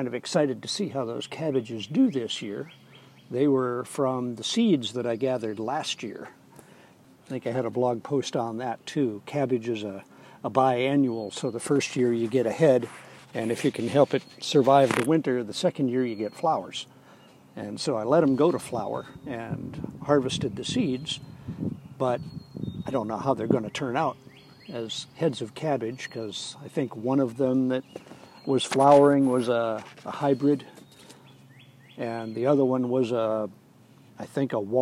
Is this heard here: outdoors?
yes